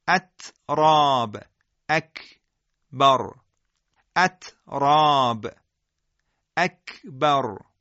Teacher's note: رهش این دو حرف هنگام سکون باید با دقت کامل انجام بشه و لذا صدای آهسته و خفه اونها حتما در هنگام سکون به گوش خواهد رسید